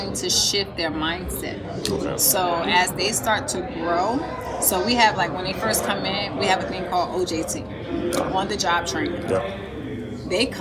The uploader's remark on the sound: This interview was recorded LIVE at Podcast Summit in Miami, Florida July 30,31, 2023.